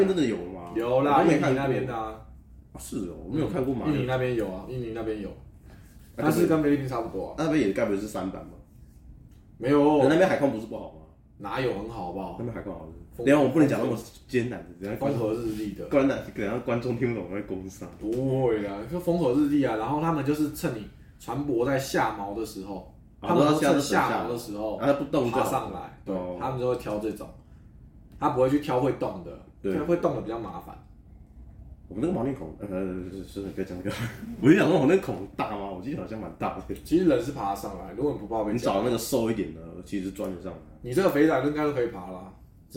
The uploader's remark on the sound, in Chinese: 這集的錄音設備還沒有跟上所以雜音較多